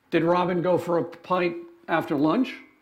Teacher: Pitch goes up at the end